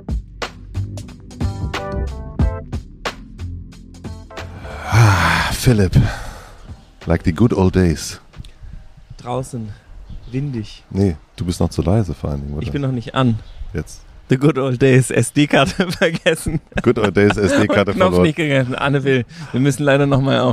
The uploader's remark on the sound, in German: Wir haben uns zur Feier des Tages, wie in den guten alten Zeiten, nach draußen gesetzt und dort aufgenommen. Vor dem Studio wurde es uns dann aber doch noch ein bisschen zu ungemütlich und es hat uns nach drinnen verschlagen.